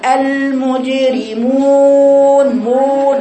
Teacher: ولا انت الخط ده هذا خطأ، تقرأيها كذا المجرمون مون خطأ، انت كده فخمت الميم وفخمت الواو